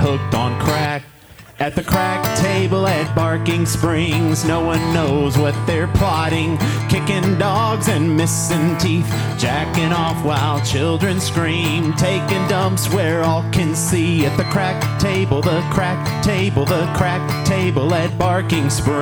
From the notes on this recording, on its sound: Recorded live at Late at the Lake, at Mozart's Coffee Roasters in Austin, Texas on Tuesday, May 10th, 2022.